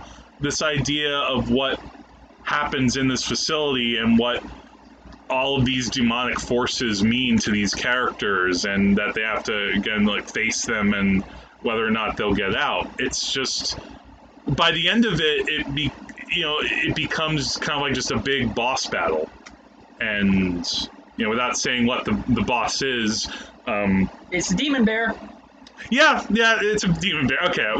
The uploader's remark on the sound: there were some issues with the audio recording for this episode, in part due to the air conditioner but also the placement of the mics too close to it, our apologies in advance for dip in quality